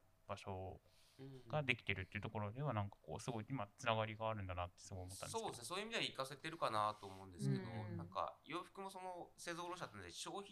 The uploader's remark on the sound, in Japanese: はじめてのオフライン収録につき、音声が小さめです。ごめんなさい！！